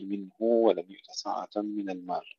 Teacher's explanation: ابن كثير يصل الهاء في كلمة منه · Term: يصل هاء الضمير